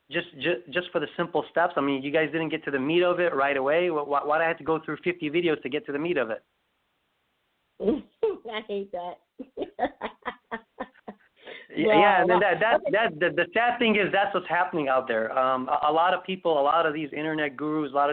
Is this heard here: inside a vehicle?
no